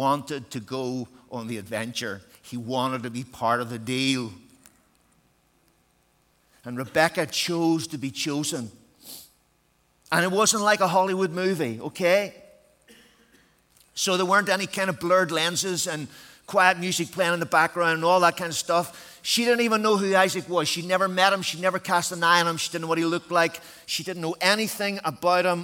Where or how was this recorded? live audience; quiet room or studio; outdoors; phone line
live audience